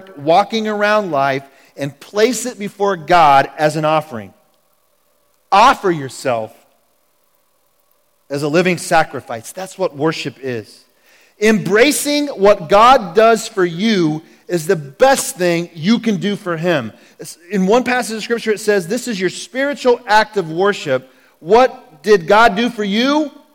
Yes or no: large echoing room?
yes